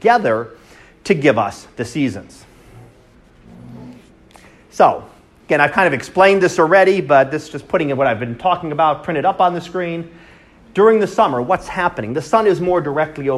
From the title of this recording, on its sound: Live Class Lecture